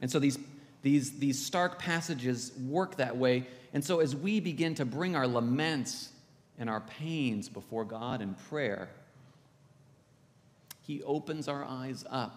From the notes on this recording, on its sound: This is from the podcast, Anchored in Christ, coming to you from Old South Presbyterian Church in Newburyport, MA.